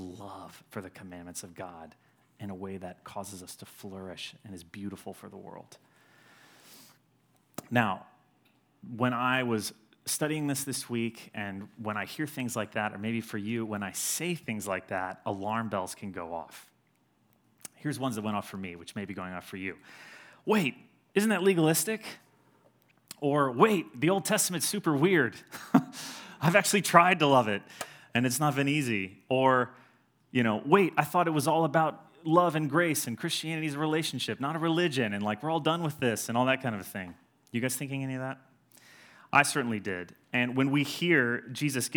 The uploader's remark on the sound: Sermon delivered on Sunday, January 19, 2020, at Edgewood College Auditorium